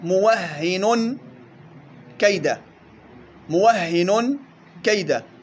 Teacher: بفتح الواو وتشديد الهاء